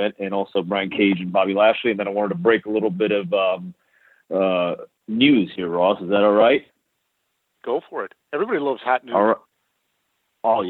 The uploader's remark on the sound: This is the full audio from the March 28, 2018 Impact Media Call.